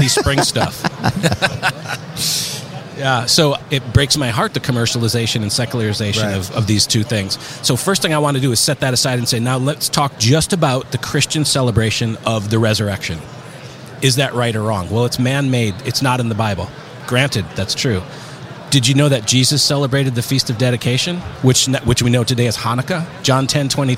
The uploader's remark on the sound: in an interview at the NRB conference